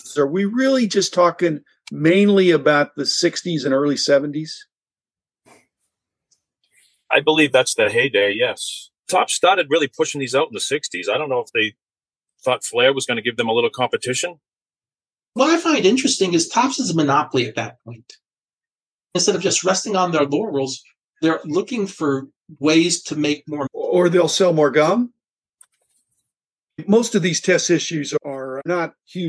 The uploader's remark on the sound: I zoomed